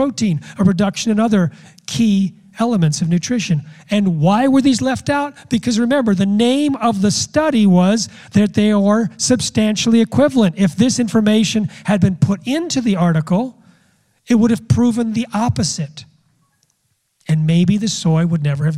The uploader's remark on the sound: Speaks at a Real Truth About Health live conference.